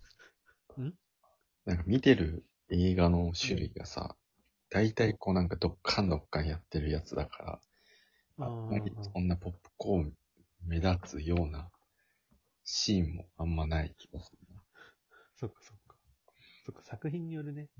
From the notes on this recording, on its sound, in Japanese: リモート収録のため若干音が悪かったり2人の音量に差があったりします。